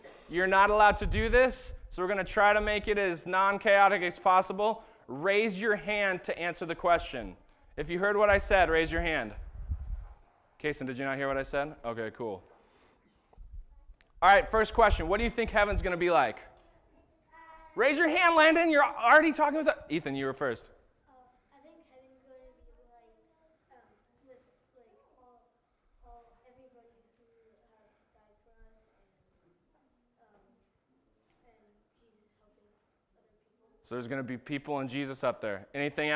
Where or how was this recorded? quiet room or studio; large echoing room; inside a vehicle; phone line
large echoing room